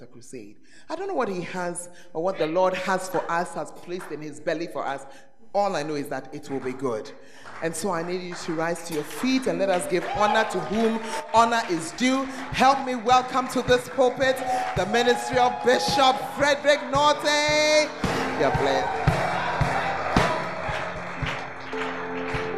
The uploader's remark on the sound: Preach at The Art of Evangelism Conference